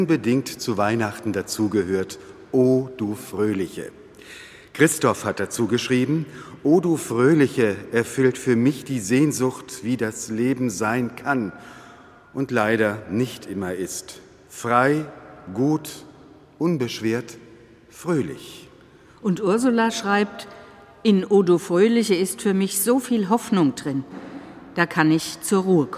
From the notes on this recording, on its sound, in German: Am zweiten Weihnachtstag überträgt hr4 live den Gottesdienst aus der evangelischen Heiliggeistkirche in Frankfurt.